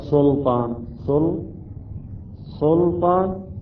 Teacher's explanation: يعني السين أصبحت قريبة للصاد صحيح، واللام أيضا فخمناها